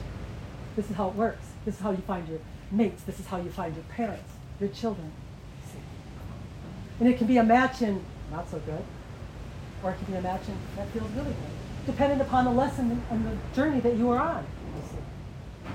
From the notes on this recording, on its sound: Turks and Caicos Group Session. Group Q&A while on vacation, apologies for background noise while outside.